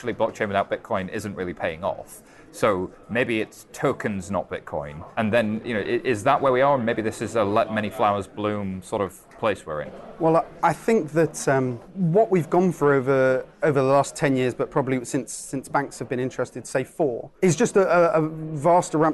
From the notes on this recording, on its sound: a panel at the Europa conference